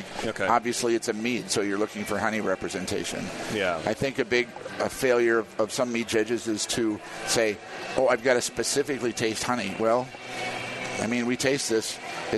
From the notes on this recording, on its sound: Live from HomebrewCon 2017